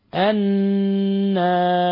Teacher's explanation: النار نون مشددة تغن مقدار حركتين.